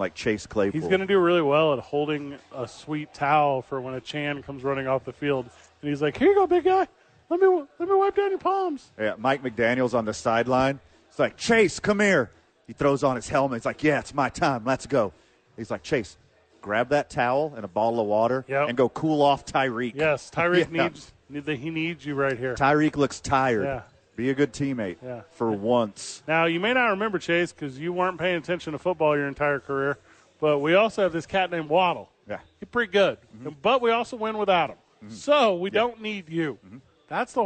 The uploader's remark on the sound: Live from Safe House for "re-opening".